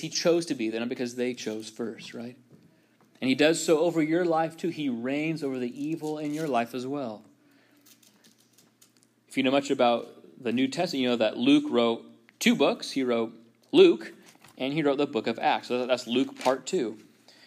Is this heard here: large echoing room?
yes